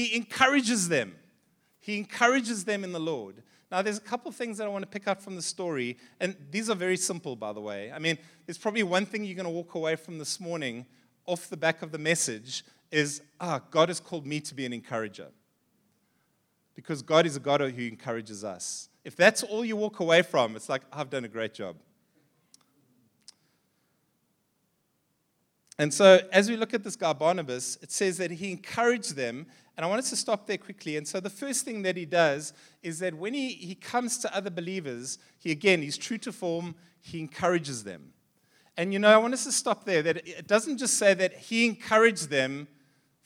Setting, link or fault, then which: setting, large echoing room